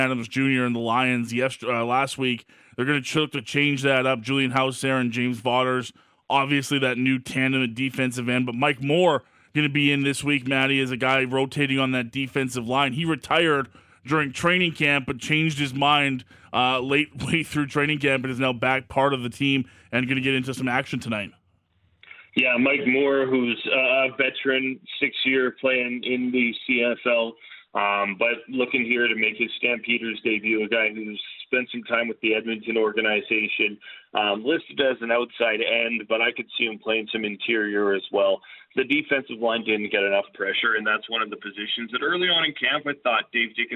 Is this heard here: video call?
no